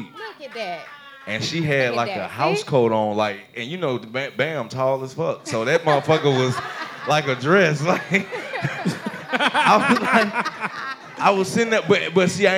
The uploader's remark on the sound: Went LIVE in Atlanta! Hosted their first ever live show in front of a studio audience. We let the fans in the audience ask their fan mail questions LIVE.